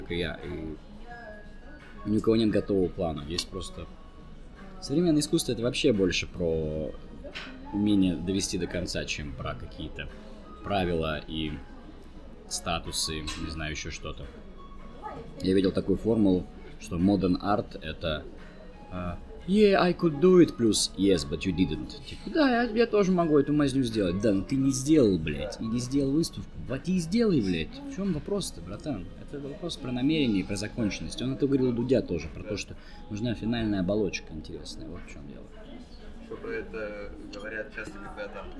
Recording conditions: background noise